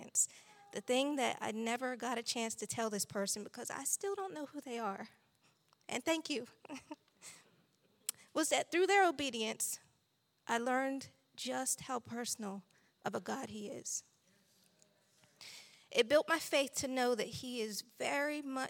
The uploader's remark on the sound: This JAT was recorded live on September 11th, 2022 at Newark United Pentecostal Church.